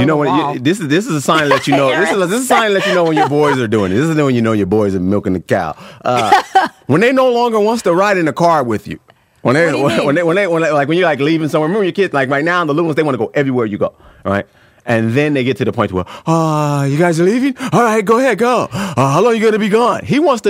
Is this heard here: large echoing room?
no